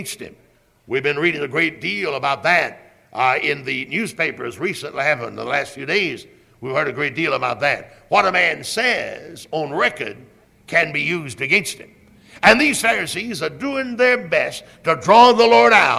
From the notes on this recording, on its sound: Originally preached at Tabernacle Baptist Church in Greenville, SC on March 3, 1974.